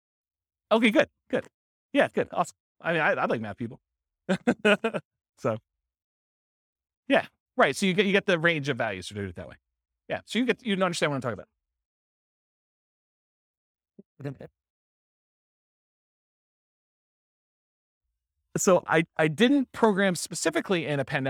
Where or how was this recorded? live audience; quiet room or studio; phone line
live audience